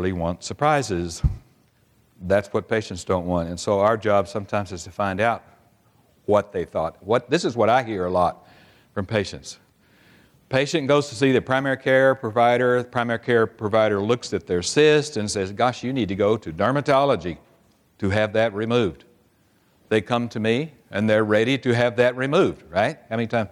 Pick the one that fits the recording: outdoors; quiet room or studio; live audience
live audience